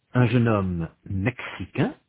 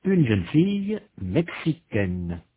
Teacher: the final vowel is different in the masculine and in the feminine. In the masculine, the vowel is nasal. In the feminine, it is not.